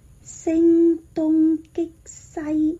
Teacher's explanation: 东是后鼻音，击和西是短音